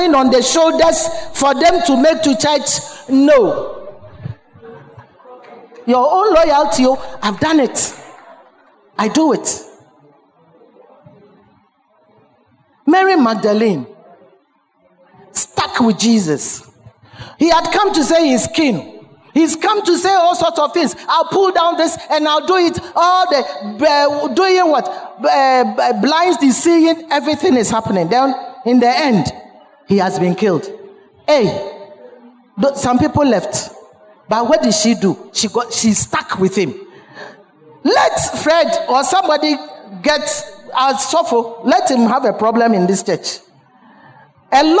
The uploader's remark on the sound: Sermon preached at CBC Adabraka Campus